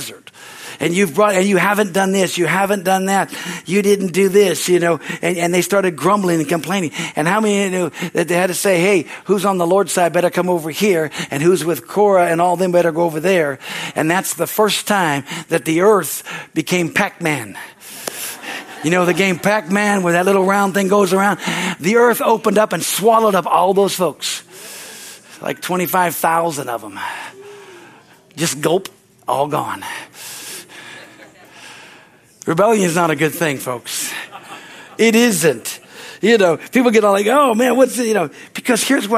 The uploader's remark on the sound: Is from the Sunday service on April 2, 2023 at Harvest Bible Church in Stockton, CA.